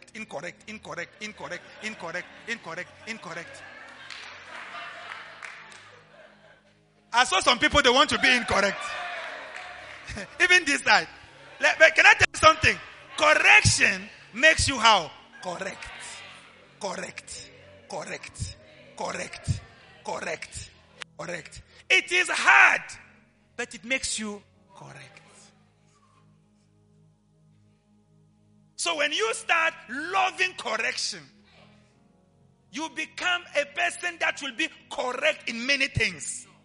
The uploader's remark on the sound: LIVE AT ABC KHALANYONI